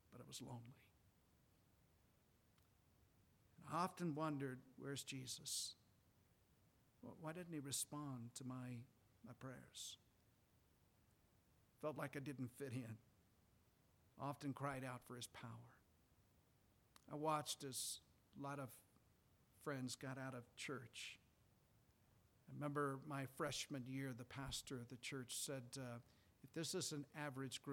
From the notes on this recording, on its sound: Sunday PM. Preached from the pulpit of Valley Bible Baptist Church.